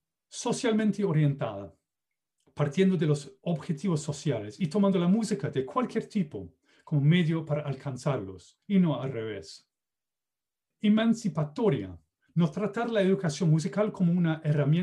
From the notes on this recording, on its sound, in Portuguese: Plataforma ZOOM